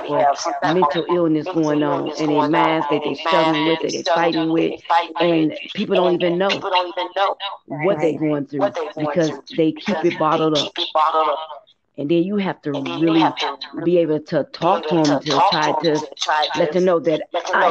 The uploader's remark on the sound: Please listen and forgive the audio..its definitely a learning process..